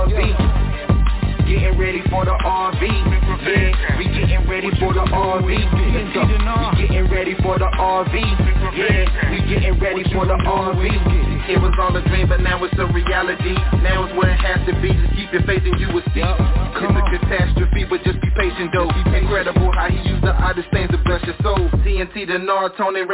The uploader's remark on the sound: TNTSuperfantastic Conference Call